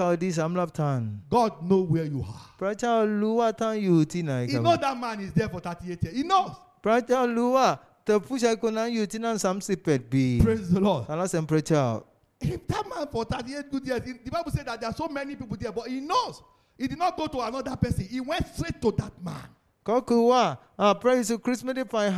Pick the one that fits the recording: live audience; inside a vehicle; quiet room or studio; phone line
live audience